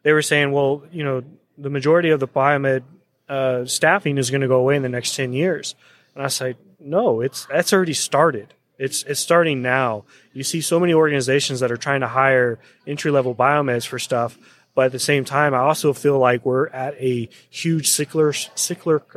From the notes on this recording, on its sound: Day one Live at the MD EXPO.